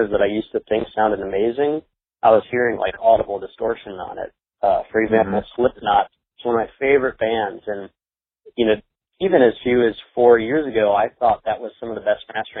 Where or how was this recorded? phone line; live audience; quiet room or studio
phone line